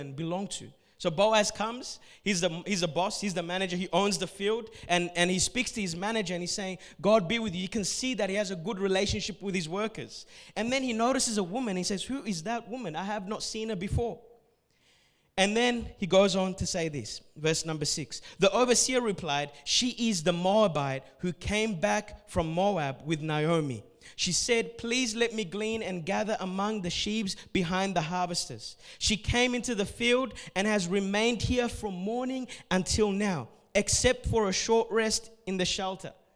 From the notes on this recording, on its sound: A message recorded at Revive Church Adults service